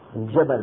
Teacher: الجيم التي نأتي نحن بها في الشام وفي غيرها من البلاد العربية جيم رخوة · Term: جيم عامية